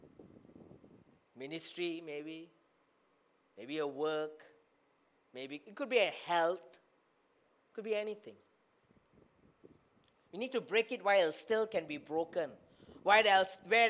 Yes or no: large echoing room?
yes